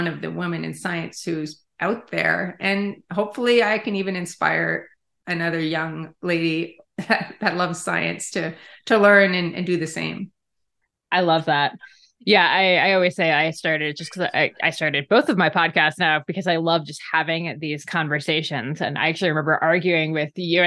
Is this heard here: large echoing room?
no